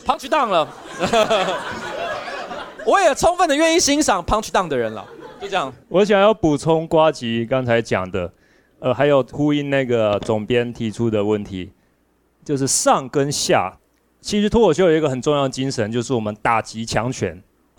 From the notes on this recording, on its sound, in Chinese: 在上個月的這場Live Podcast中，喜劇演員之間以及與現場觀眾的互動，帶來熱烈的回應和交鋒。